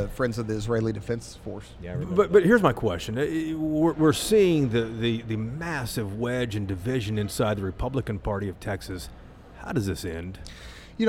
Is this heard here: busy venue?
yes